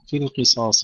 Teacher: ترقيق اللام مع تفخيم بقية الكلمة القاف الصادين